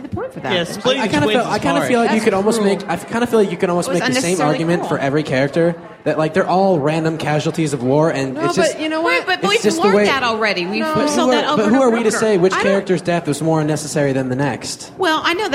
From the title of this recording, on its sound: LeakyMug Live from Prophecy 2007